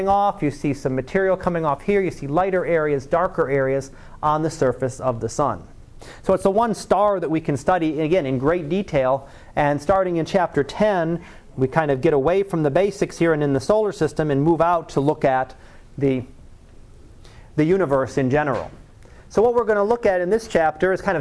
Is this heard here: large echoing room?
yes